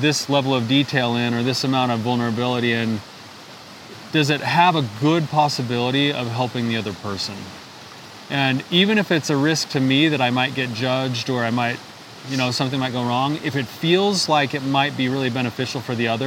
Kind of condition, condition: setting, outdoors